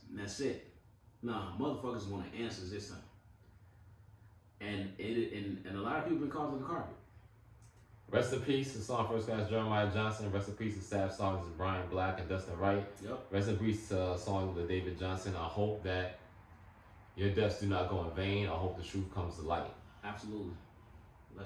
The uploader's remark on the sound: Sorry for the audio difficulty this week